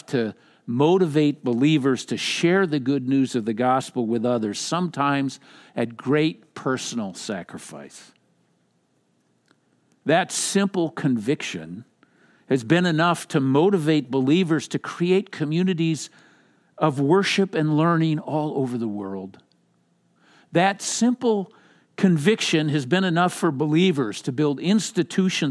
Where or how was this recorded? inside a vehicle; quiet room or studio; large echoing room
large echoing room